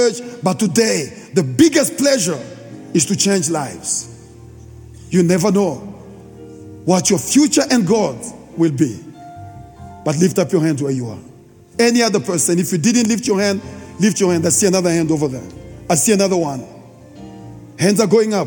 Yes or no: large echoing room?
yes